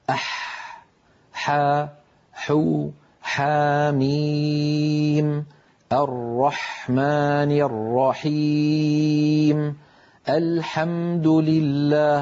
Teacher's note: انظروا إلى حرف الحاء كيف أن لسان المزمار يرجع ولكن قليلا، لا يرجع بالمقدار الذي كان يرجعه عند حرف العين، لذلك نطق الحاء أسهل من نطق العين.